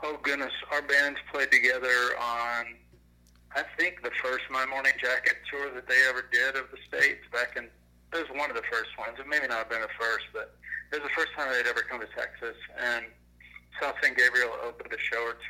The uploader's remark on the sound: burnt the phone lines